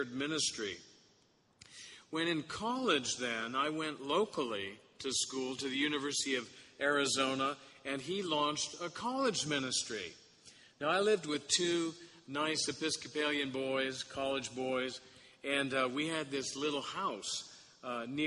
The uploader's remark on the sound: Sermon Audio from the Sixteenth Sunday after Pentecost service at St. Francis Episcopal Church.